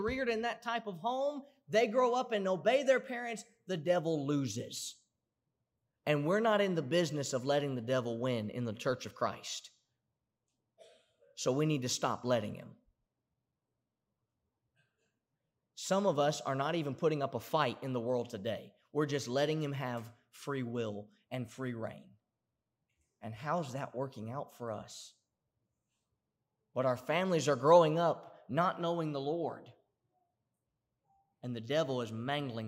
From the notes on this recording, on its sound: Preached at the Somerville Church of Christ in Somerville, TN on Sunday, August 30, 2018.